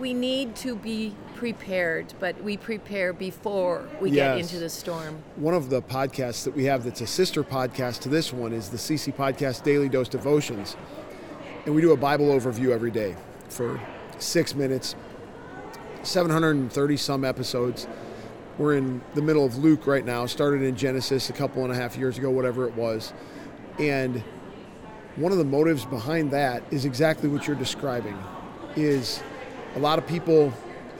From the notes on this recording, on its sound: LIVE from CPE 2022!